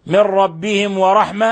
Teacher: لأن الميم الساكنة جاء بعدها حرف الواو فتظهر إظهارا شفويا، بل هو من أشد حالات الإظهار.